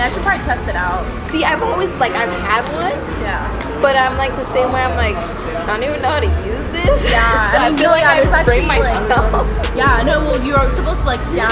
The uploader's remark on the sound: Live Podcast At The Gym. This is the very first ever live podcast for On-The-Go Voice. We interview members LIVE within the 24 Hour Fitness gym in Channel Islands.